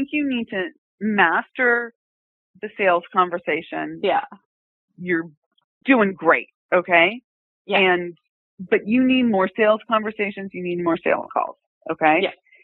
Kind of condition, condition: link, phone line